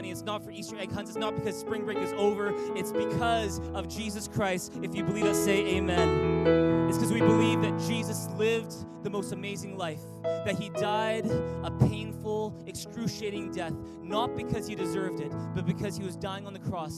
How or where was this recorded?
large echoing room